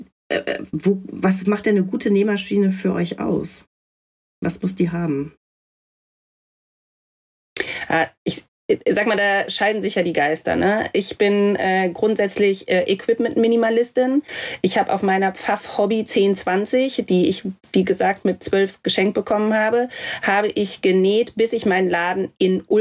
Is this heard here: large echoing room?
no